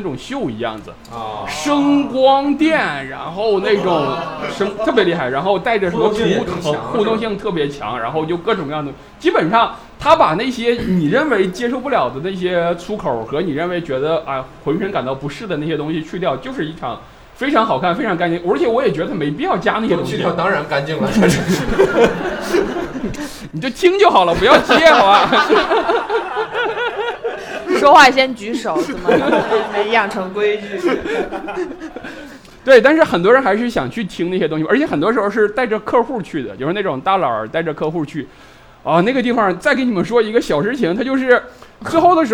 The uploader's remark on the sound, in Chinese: 我们给现场观众的快乐是没有亏待的。